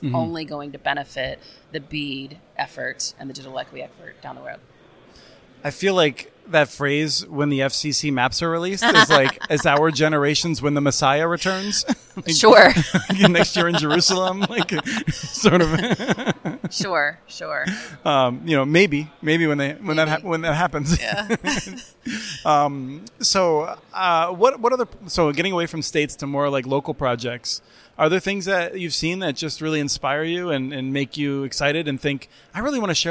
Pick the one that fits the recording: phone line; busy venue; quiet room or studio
busy venue